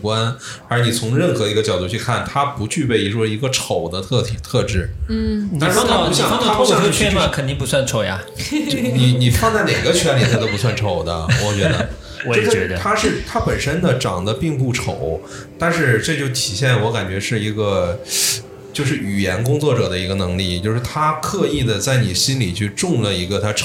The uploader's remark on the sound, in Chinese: 由于录制现场有一些嘈杂背景音，后期无法处理，还望听友见谅